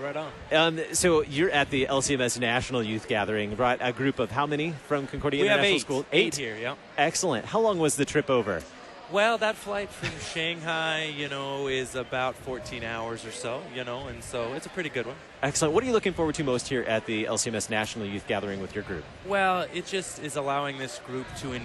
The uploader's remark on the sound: Live from the 2019 LCMS National Youth Gathering